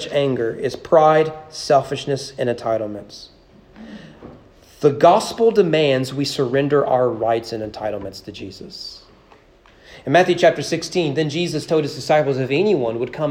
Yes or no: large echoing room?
yes